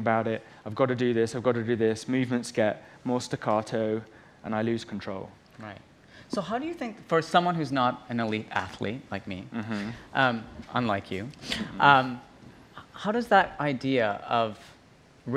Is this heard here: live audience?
yes